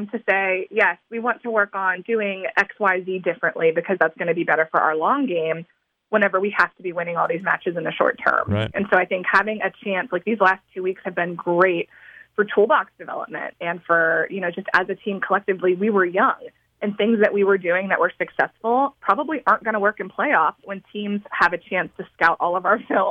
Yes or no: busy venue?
no